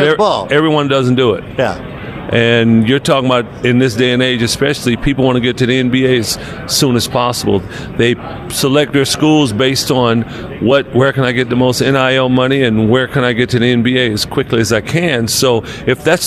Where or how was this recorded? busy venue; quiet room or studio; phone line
busy venue